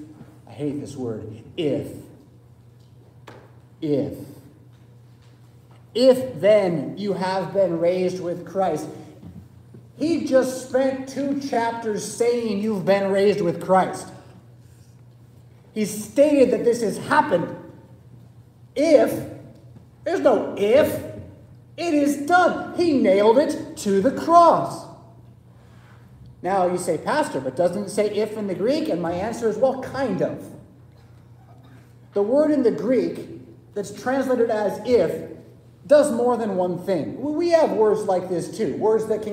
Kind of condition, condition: setting, large echoing room